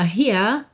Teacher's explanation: O primeiro R não enrola, here, porque eu não tenho uma vogal para ligar depois